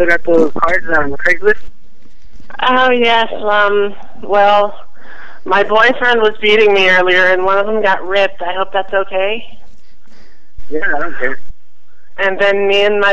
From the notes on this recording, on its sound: Prank Phone Calls